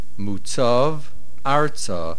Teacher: The main accent is on the Aleph of Arza.